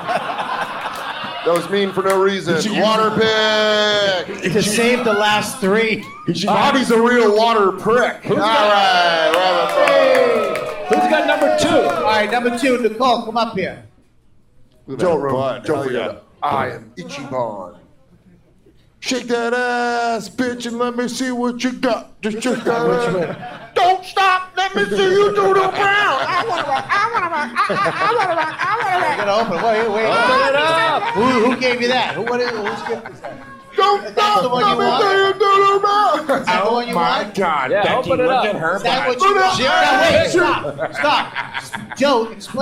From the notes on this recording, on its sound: This years Yankee Swap is LIVE from the Comedy Cellar Fat Black Pussycat Bar